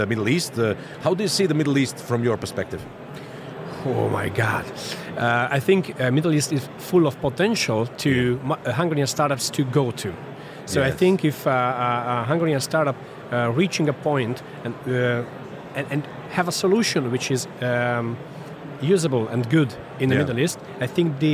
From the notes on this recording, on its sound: At the Web Summit conference in Lisbon